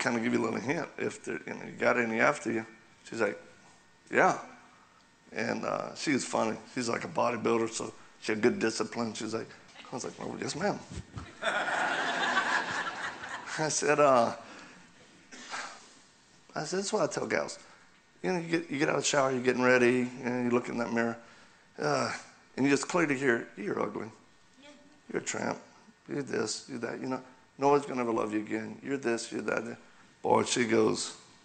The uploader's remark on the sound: continues his talk at Calvary Chapel Joplin